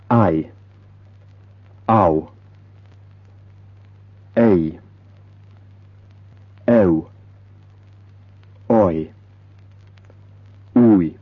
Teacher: Each begins with one of the pure vowels followed by a glide. Thus, a plus u makes au, e plus u makes eu, o plus i makes oi, u plus i makes ui, and so on. · Term: diphthongs